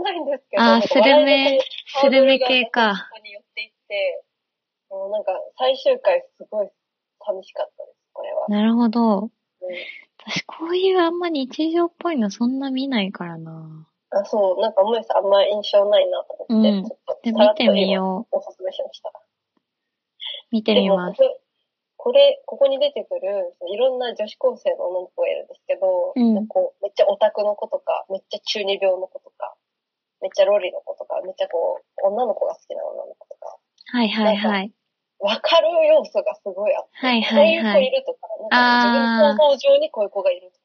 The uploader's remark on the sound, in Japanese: この間初挑戦した「 Stand.fm 」での生配信音源を番外編としてお送りします！音質悪めです、すみません！